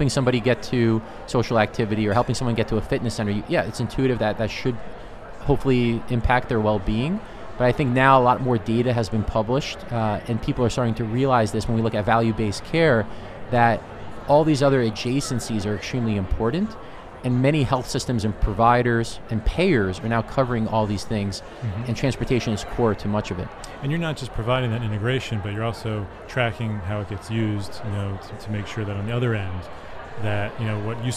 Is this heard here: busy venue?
yes